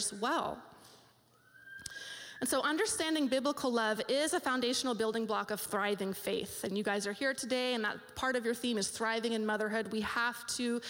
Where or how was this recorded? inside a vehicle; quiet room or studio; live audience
live audience